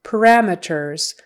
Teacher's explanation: Syllable stress is on the second one.